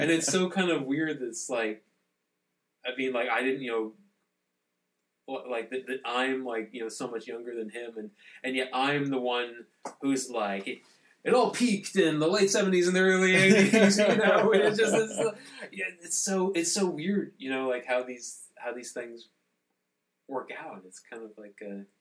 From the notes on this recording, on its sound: Sorry for the not-so-good audio this round. Take a drink each time you hear a plane.